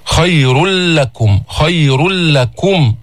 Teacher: ذلكم خير لكم، إدغام بدون غنة، التنوين هو نون ساكنة، جاء بعده اللام، واللام من حروف يرملون، اللام والراء حرفا الإدغام بدون غنة، فبيصير عنا إدغام كامل نلفظ لاما مشددة